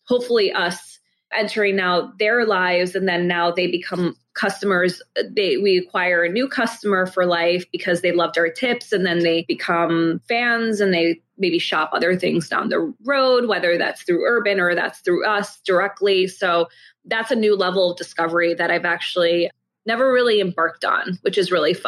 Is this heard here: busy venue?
no